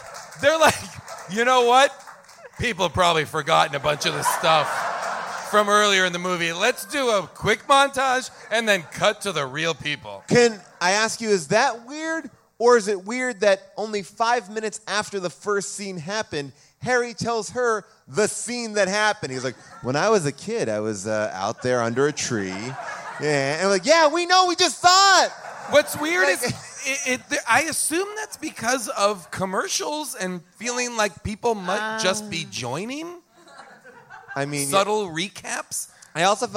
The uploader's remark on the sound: Recorded live from the Largo theater in Los Angeles